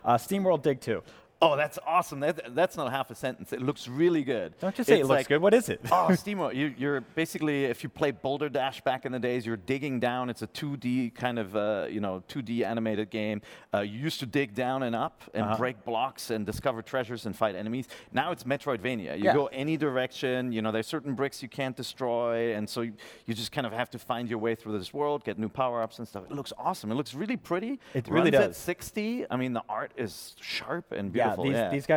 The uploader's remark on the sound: The NVC team travelled to Cologne, Germany, to report back live from the annual mega-games convention, Gamescom.